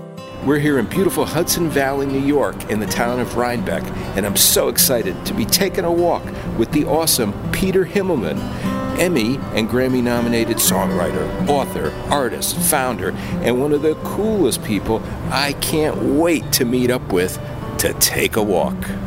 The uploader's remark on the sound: walk and talk at his farm in upstate NY